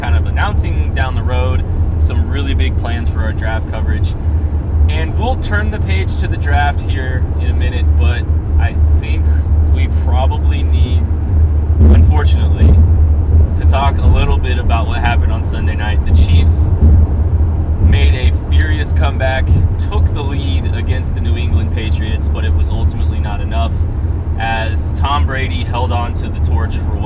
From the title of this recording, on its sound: From the car!